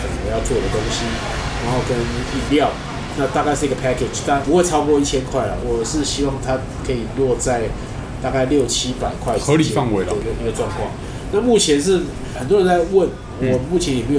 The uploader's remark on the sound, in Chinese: 本集白噪音指數：微風級 2/5。錄音地點： 一步一步來 - Kopi Ibrik。